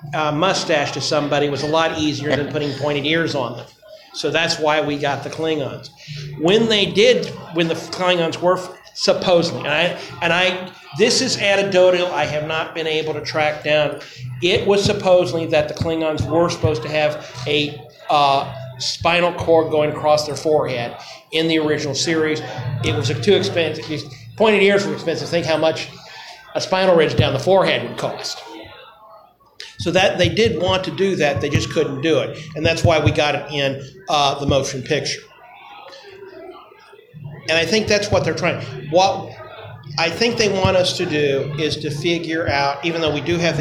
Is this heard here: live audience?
yes